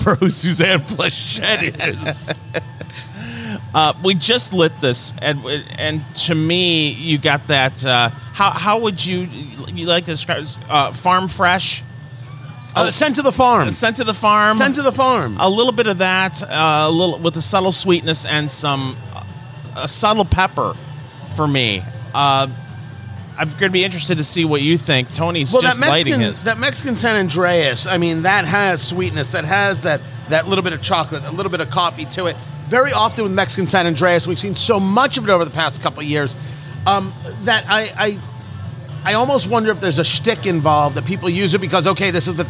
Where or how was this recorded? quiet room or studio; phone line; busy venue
busy venue